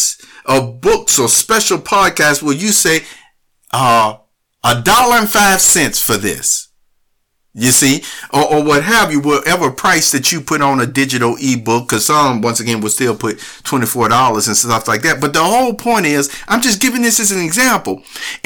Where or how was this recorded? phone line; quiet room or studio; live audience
quiet room or studio